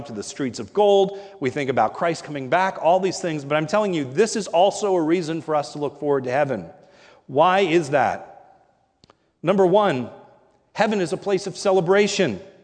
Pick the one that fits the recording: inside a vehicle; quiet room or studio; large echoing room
large echoing room